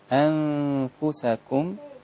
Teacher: نرقق الغنة في الإخفاء